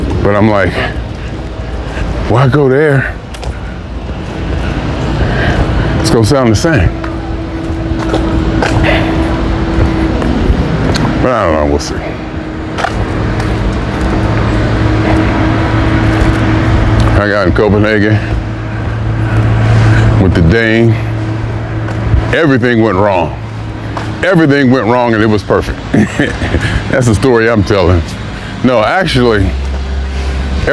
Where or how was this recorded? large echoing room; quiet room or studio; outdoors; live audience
outdoors